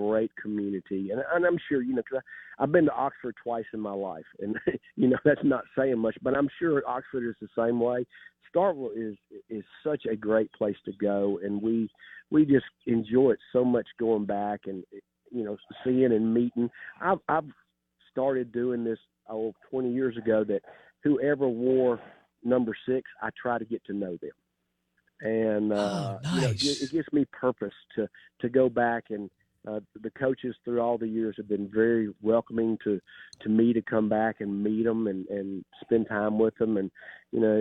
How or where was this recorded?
phone line